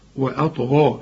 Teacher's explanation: وبرضو ما نقولش وأطى، وأ خطأ وأ. وقلقل بقى الطاء لأنها عليها السكون، وكل طاء في القرآن عليها السكون لازم تقلقل.